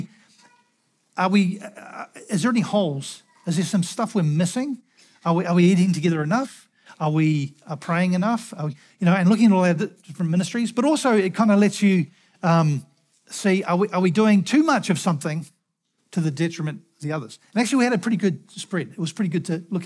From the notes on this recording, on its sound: Recorded at the Hukanui Bible Church morning service on Sunday the 12th of November 2023 during the 10:00 am service.